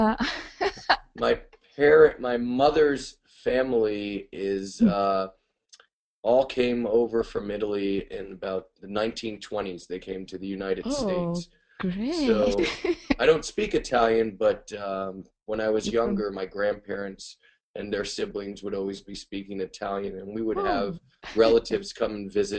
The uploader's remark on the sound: Recording of monthly VIP webinar call.